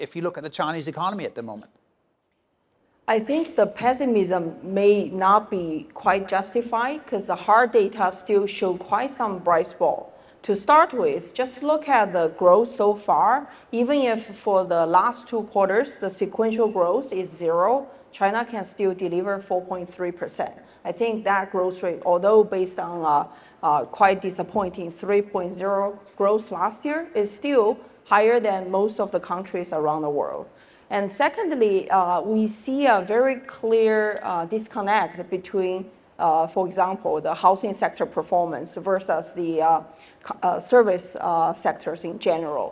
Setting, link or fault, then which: setting, live audience